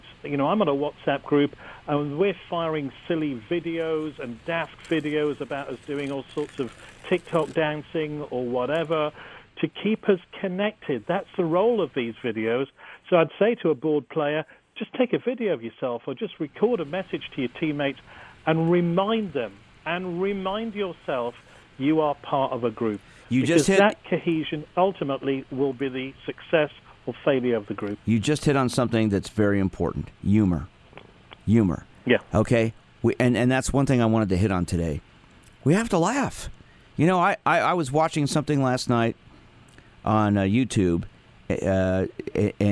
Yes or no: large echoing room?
no